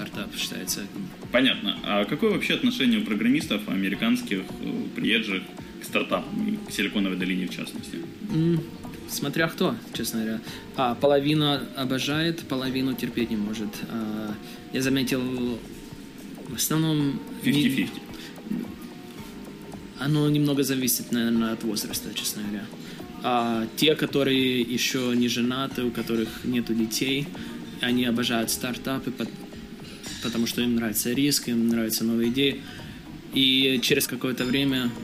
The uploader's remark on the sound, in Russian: Этот выпуск записан на конференции XPDays в Киеве.